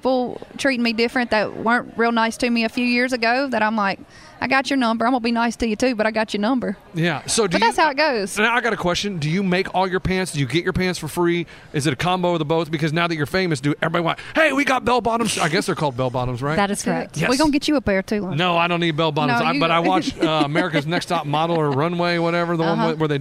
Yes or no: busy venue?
yes